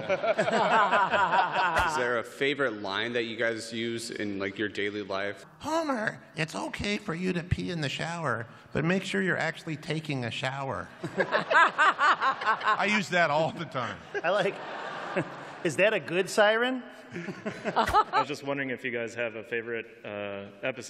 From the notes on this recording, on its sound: The Simpsons Panel At Comic-Con 2018.